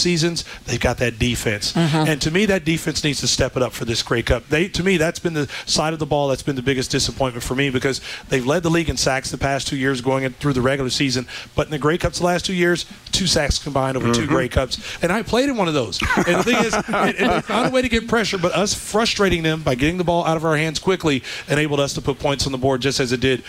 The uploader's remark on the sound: broadcast live from the 630 CHED Information Centre at the 2018 Grey Cup Festival